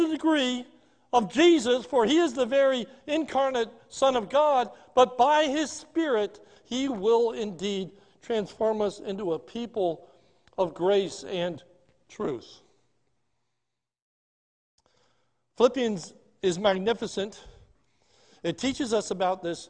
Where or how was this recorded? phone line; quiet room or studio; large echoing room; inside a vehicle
large echoing room